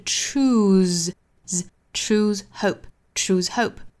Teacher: choose 这个小词后面这个 se 对应的发音呢应该是浊音的 z